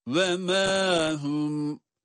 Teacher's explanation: Mim'de bir elif miktarı meddi tabii var.